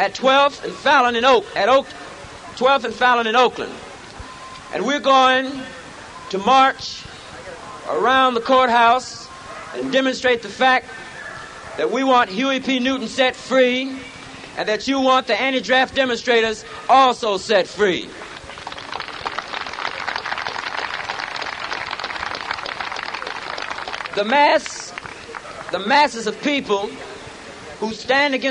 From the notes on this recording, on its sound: Black Panther Party Rally 1968